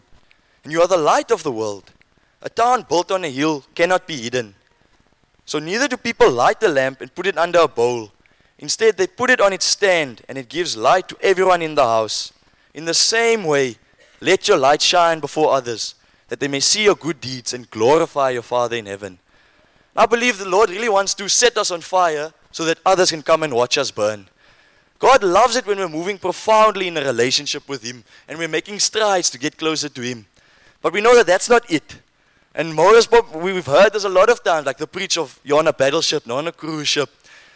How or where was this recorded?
live audience